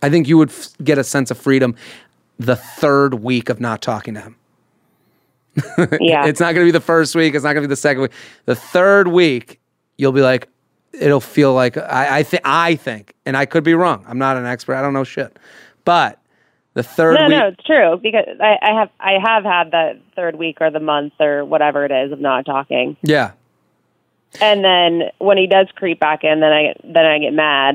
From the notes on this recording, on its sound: Has a phone conversation with a listener.